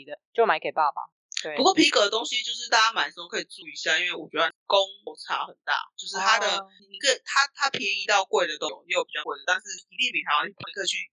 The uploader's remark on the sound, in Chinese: 錄製適逢颱風天，網路不佳影響音訊品質，請見諒！